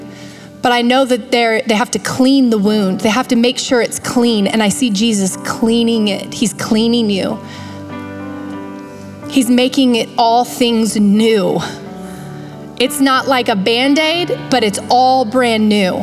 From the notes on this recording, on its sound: Recorded live at Capital Church in Meridian, Idaho.